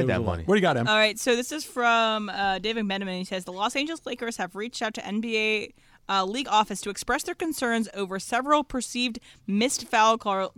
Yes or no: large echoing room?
no